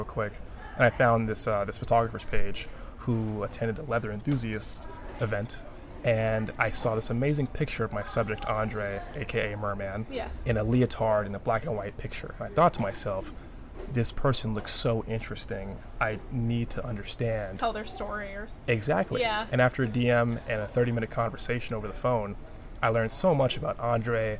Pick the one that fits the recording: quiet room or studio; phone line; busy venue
busy venue